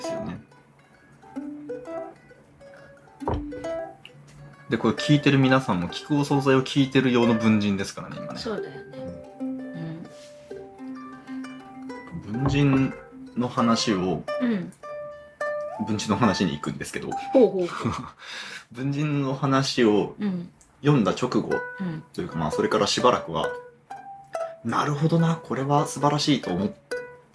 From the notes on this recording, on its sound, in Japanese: サラダうどん食べながら、ずぞぞっ音もかき混ぜ音も気にせずに、平常運転で収録です。